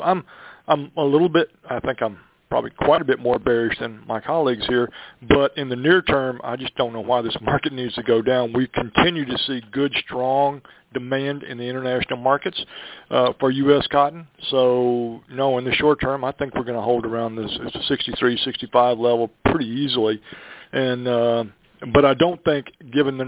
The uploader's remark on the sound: The is the podcast of our live Ag Market Network's Monthly Conference Call on Cotton for August 2017.